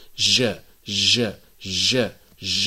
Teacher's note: تخرج الجيم بإلصاق وسط اللسان إلصاقا تاما، ولكن برفق بمقدمة الحنك الأعلى، منطقة التحزز، المنطقة في مقدمة الفك الأعلى اللي فيها يعني الخطوط العرضية في أعلى سقف الفم، تسمى منطقة التحزز. · Term: حرف الجيم